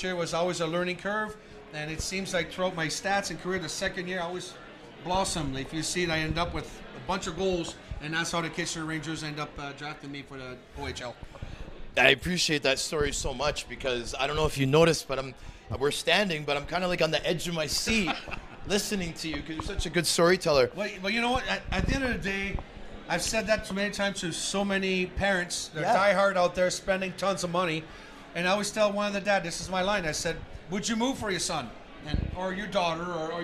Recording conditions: busy venue